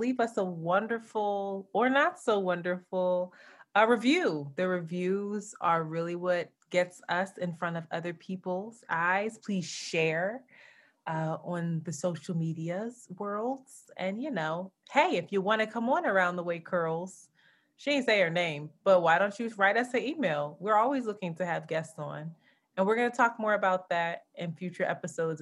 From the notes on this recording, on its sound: SD card fails her, so we have to resort to using audio from Zoom